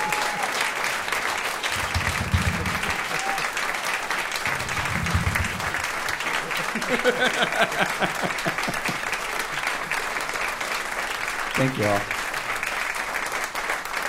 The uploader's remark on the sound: From the 2023 New York Guitar Festival in The Greene Space. From his headlining set at the 2023 New York Guitar Festival in The Greene Space.